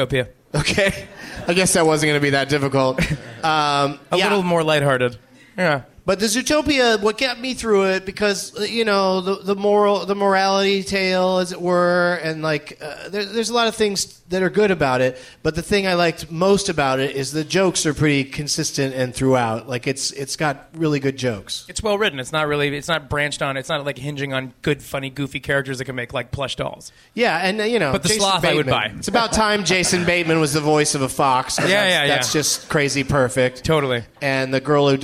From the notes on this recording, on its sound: Live from the Helium Comedy Club in Philadelphia